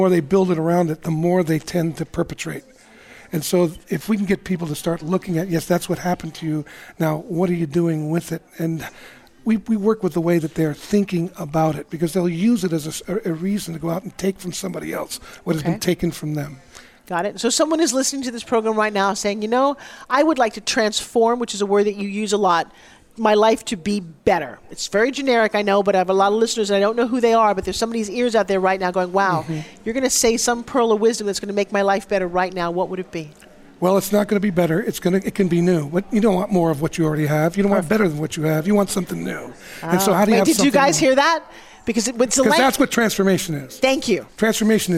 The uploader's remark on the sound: Live at CWC2017. Broadcast Live form the Largest Women's conference in the USA. We will be live for 2 days bringing you all the event action, keynote speakers and VoiceAmerica hosts.